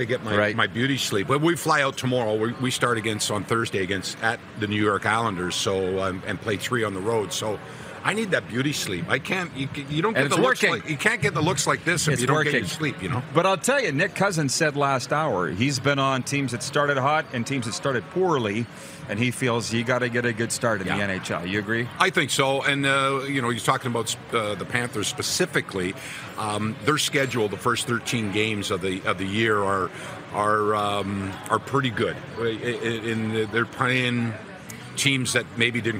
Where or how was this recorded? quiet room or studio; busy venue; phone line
busy venue